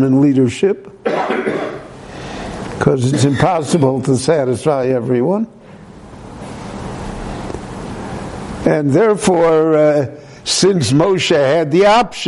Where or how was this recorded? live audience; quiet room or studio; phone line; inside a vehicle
live audience